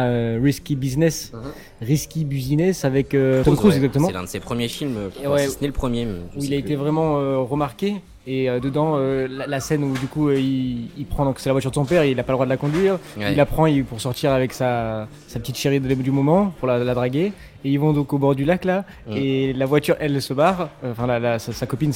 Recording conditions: busy venue